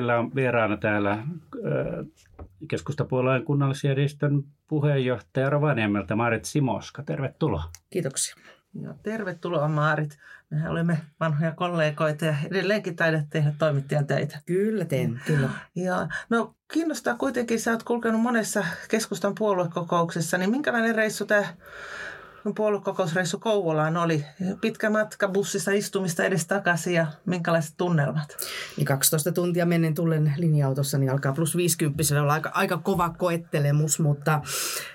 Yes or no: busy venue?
no